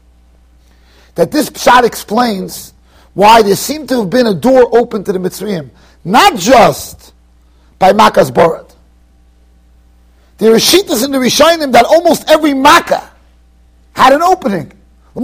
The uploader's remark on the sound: Shiur recorded in Yeshivas Ohr Reuven, Monsey NY.